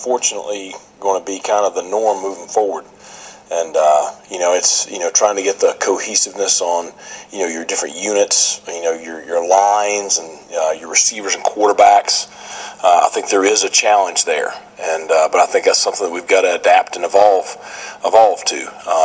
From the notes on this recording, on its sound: Spoke with the news media at ECU’s Media Day. In Greenville, NC.